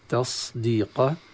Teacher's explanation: سهل، أن الصاد التي الهمس فيها بعدها حرف الدال التي لا همس فيها، فانتقال الدال دون أن تراعي الصاد بهمسها تصبح زايا، تصبح زايا مفخمة على صفة الصاد. وهذه حقيقة من لغات العرب حرف صحيح، صاد مشمة بالزاي، تصديق وليس تصديق في قراءة حمزة والكسائي وخلف العاشر ورويس، لأنهم يقرؤون بتصديق، وتكون هذه في حالة أن الصاد ساكنة وأتى بعدها دال. · وطبعا هذه كيف تصير؟ سهل، أن الصاد التي الهمس فيها بعدها حرف الدال التي لا همس فيها، فانتقال الدال دون أن تراعي الصاد بهمسها تصبح زايا، تصبح زايا مفخمة على صفة الصاد. · Term: الصاد المشمة بالزاي